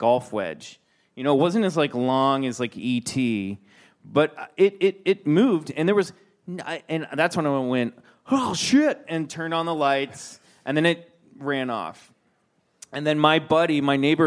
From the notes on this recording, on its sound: Contact in the Desert Live Show: Part II. Returns to BCC for the second half of the CITD Live Show.